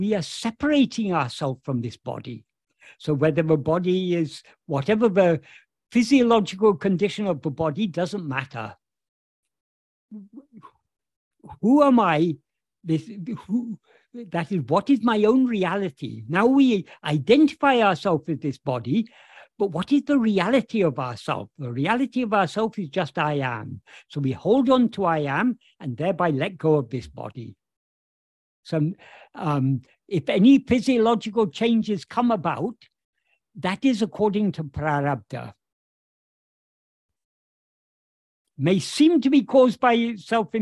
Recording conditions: video call